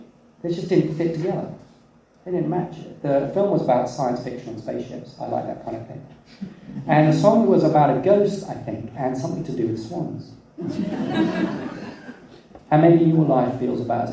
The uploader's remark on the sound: We had some technical difficulties and were unable to use our usual recording equipment - so please be aware that the quality is not as good as we would like